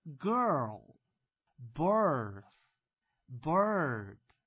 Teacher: 这是中元音，中是什么中呢？就是舌头放在中部位置